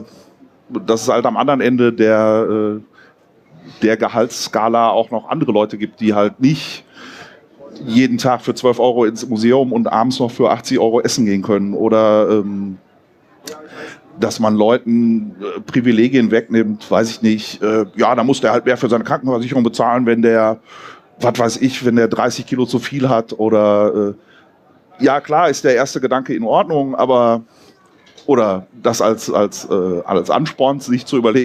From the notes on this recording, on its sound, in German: 33c3-sendezentrum. Live vom 33C3.